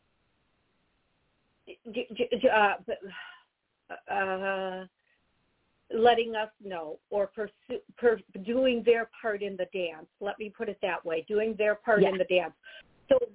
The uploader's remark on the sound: Taking callers Live